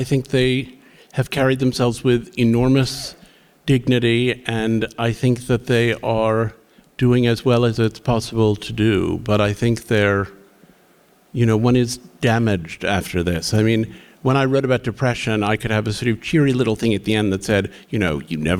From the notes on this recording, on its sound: We sit down in front of a live audience in Fort Worth, Texas.